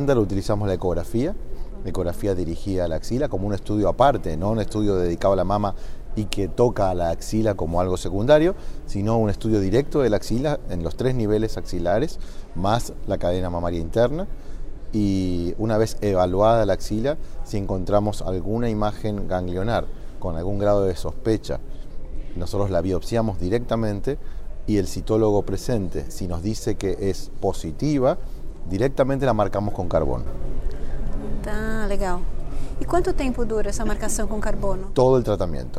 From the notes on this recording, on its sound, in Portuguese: gravado durante a 49ª Jornada Paulista de Radiologia, realizada em maio de 2019, em São Paulo